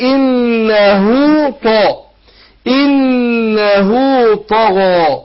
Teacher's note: النون مشددة هتاخد غنة حركتين